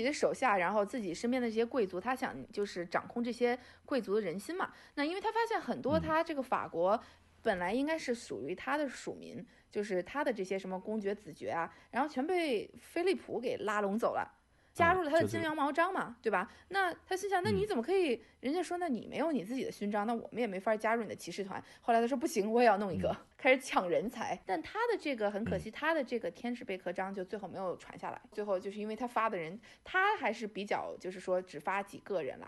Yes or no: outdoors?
no